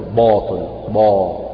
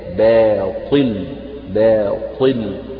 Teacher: رقق الباء والألف بدون أن يؤثر ذلك على تفخيم الطاء · Shown in: second take